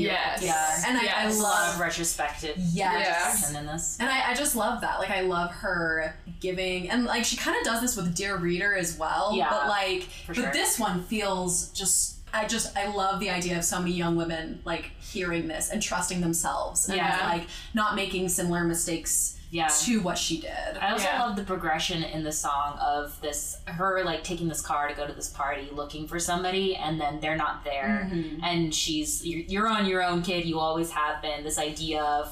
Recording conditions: echo